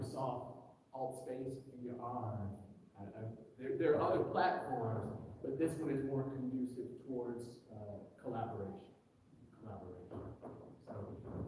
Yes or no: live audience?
yes